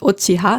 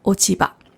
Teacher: Es ist so, dass wenn dann noch etwas davor kommt, also vor dem H noch ein, das ist Ochi dazu kommt und das Chi ist ein harter Laut und das H, vom Blatt ist auch ein harter Laut, wenn die zusammenstoßen, wenn zwei harte Laute, zwei stimmlose Laute zusammenstoßen, dann ändert sich meistens das zweite Wort. Das heißt, aus dem H wird das Ba. · Shown in: second take